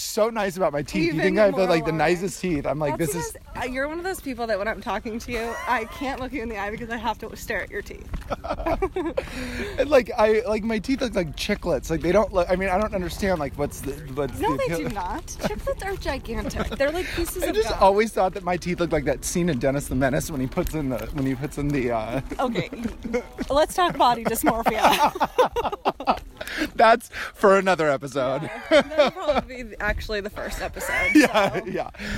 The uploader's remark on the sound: went to Runyon Canyon Park for a random hike and decided to record voice memos while they worked out